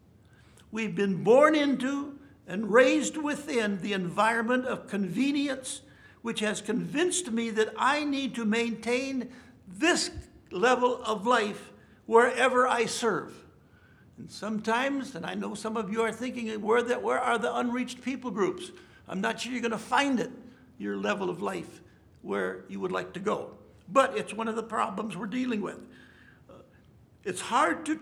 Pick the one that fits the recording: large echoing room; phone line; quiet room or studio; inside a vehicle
large echoing room